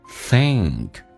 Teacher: think 后鼻音轻轻的舌尖往上搭一下